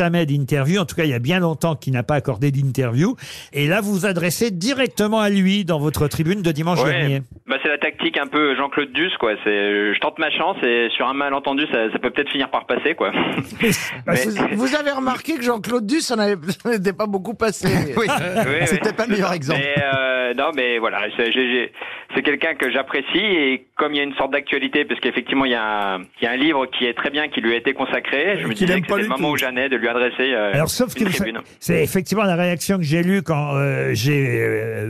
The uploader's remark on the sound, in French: était au téléphone avec les Grosses Têtes